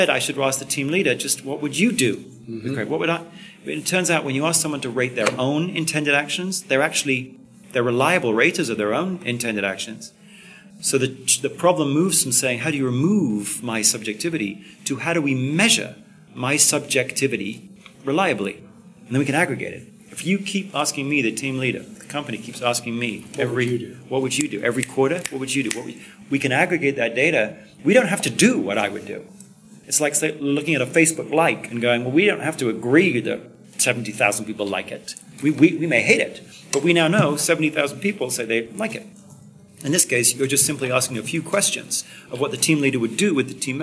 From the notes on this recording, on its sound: at the 2015 SHRM annual conference